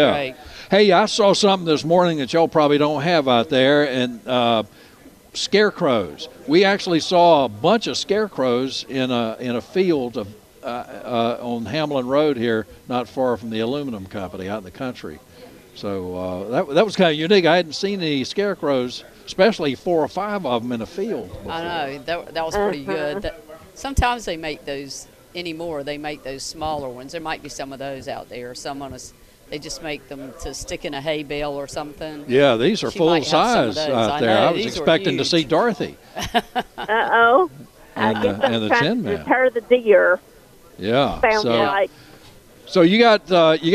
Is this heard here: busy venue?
yes